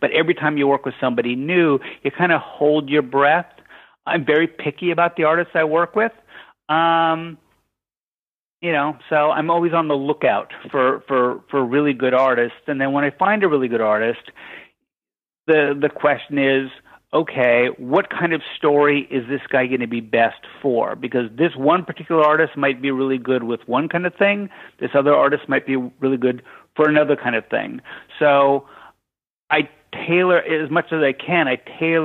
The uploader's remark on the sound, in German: in einem Telefoninterview